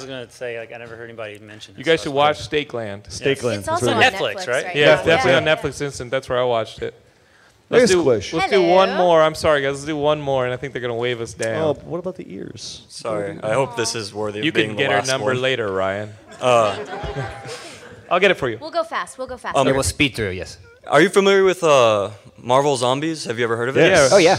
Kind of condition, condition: setting, live audience